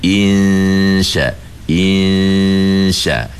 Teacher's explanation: Ha, tengah lidah naik ke langit kan? Jadi masa dengung tu, tengah lidah kita dah dekat dengan langit-langit.